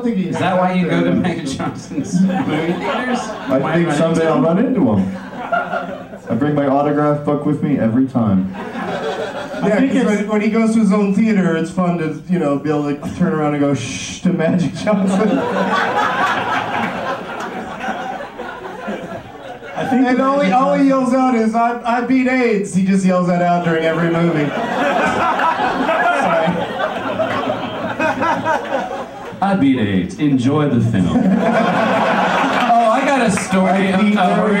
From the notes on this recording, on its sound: Recorded live at the Del Close Marathon, UCB Theatre New York